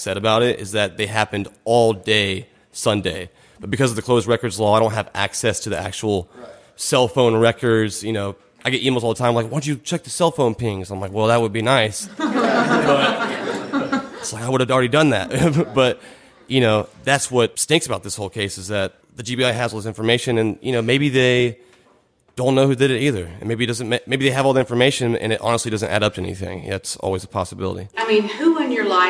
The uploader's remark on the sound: This week we hosted our first ever live episode of UAV.